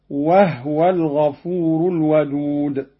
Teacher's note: قرأ قالون بإسكان الهاء هكذا: وهو الغفور الودود.